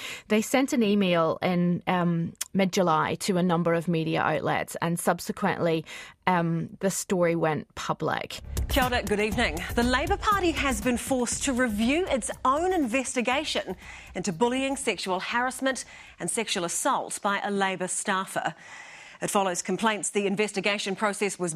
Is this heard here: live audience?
no